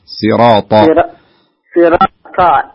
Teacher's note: شوف الطاء، حاول تغلظها شوية، لا تخليها خفيفة، لا تقول صراطة، لا صراطة.